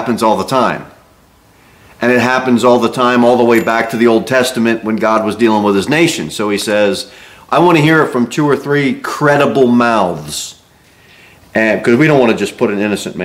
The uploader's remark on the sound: Sermon delivered at Pilgrim Baptist Church on Thursday, February 15, 2024, at 6-15 pm.